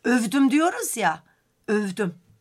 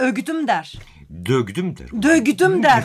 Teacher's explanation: G'nin V olması bir Kıpçak özelliğidir · Shown in: first take